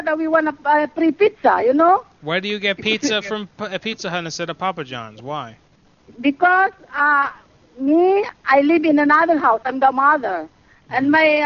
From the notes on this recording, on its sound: Prank Phone Calls Collection